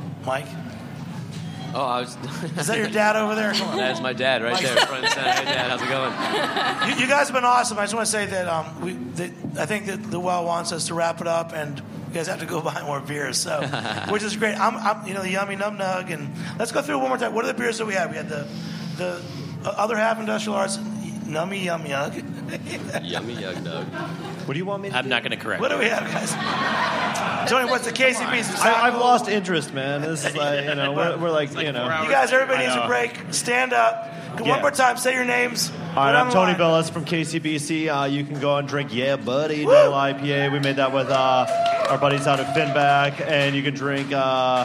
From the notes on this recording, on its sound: We present a panel discussion recorded live at The Well during NYC Beer Week.